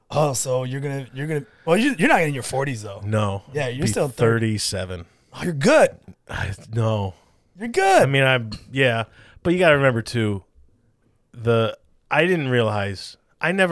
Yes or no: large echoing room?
no